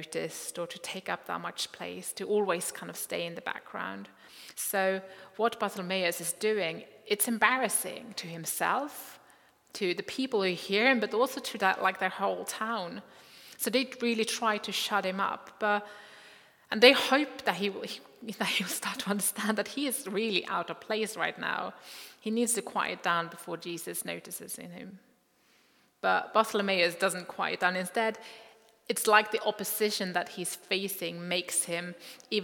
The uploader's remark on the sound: Recording from Immanuelskyrkan Skövde